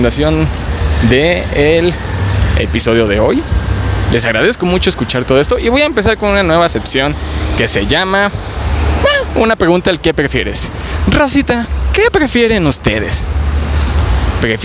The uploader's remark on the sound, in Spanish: Grabado en Avenida Paseo de la Reforma